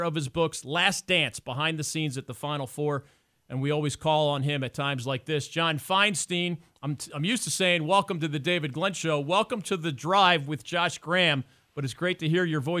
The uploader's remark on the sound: calls in with live updates on the action down at the Final Four